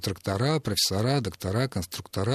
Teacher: Вот невозможно так с языком обращаться, невозможно ему приказать, а вот давай-ка мы с завтрашнего дня будем все существительные мужского рода в форме множественного числа именительного падежа произносить с окончанием «а» или «я», причем с ударением на этом окончании